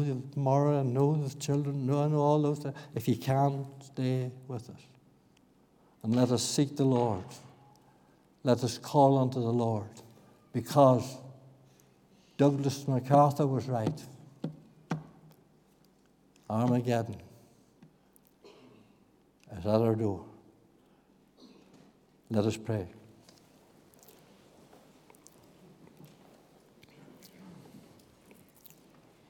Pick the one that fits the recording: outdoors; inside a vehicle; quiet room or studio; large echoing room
large echoing room